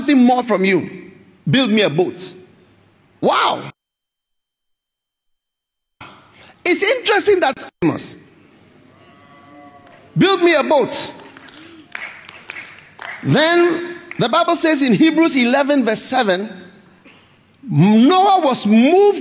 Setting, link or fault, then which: setting, large echoing room